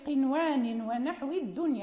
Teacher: وتظهر النون لواو أو يا في نحو قنوان ونحو الدنيا · Term: إظهار النون